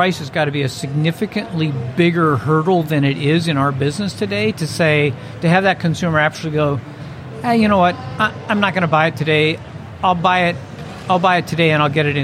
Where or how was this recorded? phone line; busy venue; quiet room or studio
busy venue